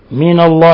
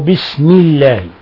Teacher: سبقه كسر فلفظ الجلالة يرقق · Shown in: second take · إذا انكسر ما قبله فلا يجوز ترقيقه حتى لو كان من كان مذهبه تفخيم اللامات، إنه لا يجوز لأن الكسر من أسباب الترقيق.